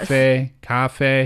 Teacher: And it's the same tone for the first syllable and the second syllable.